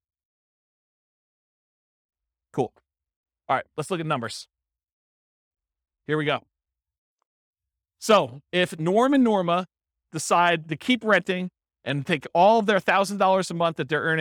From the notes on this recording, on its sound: This was a live class recorded.